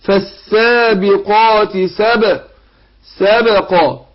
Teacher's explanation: القاف هنا مفخمة وبعدين بعدها الألف مفخمة